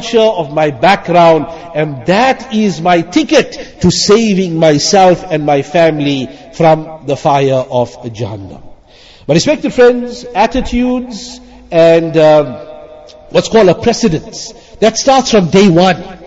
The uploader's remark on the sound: Jumuah lecture at Avondale Musalla 13 Jan 2023